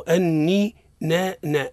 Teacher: أصلها نون ساكنة ونون متحركة أدغمت الأولى في الثاني، فجاءت حرف واحد وهي نون · Term: نون مشدد